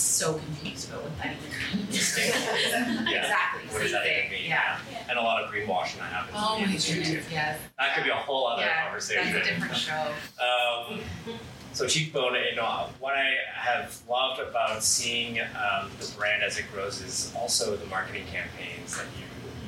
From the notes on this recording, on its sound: In front of a live audience. Held in a live format at Kissa Toronto located in the heart of the city's Entertainment District. Editor's Note: Due to technical issues, the audio in this episode was impacted and not consistent with our usual quality.